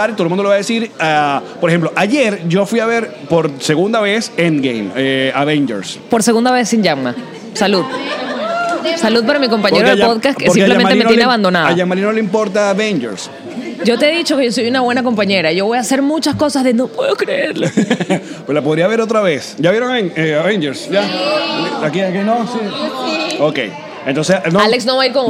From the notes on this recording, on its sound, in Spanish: Hoy nuestro podcast alcohólico de confianza nos trae un programa grabado desde Tartarini Restaurant en Orlando, FL. Nuestros PatreoncitosPlus nos acompañaron en este episodio.